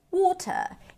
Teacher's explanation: And yes, you guys, this is American pronunciation. In British English, the T is actually going to be closer to a regular T.